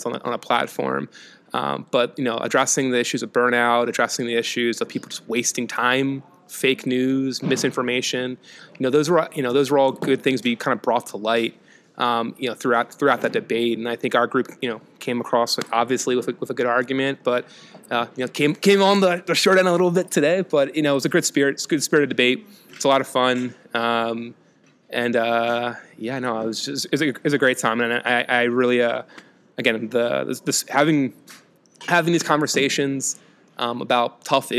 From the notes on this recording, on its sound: The Oxford Debate from APTA Next Conference. LIVE from the NEXT Conference in Chicago.